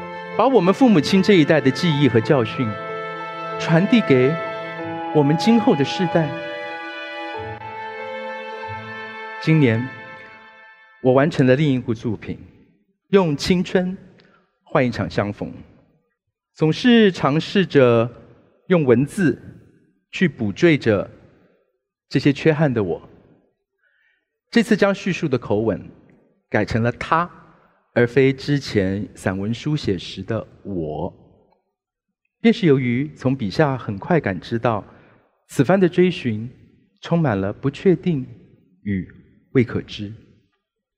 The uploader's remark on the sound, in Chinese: 本集節目取自【2023突破者知識跨年饗宴】現場錄音。